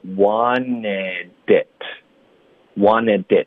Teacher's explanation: wanted 跟 it 也得连读那就是 wanted it wanted it 然后 it 的特就省略 wanted it wanted it OK 所以这里面呢两个特音都彻底省略了